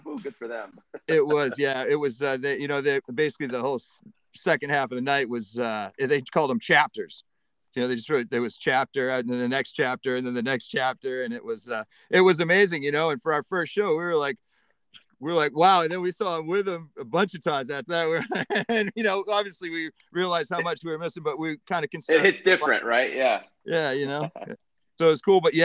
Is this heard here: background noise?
no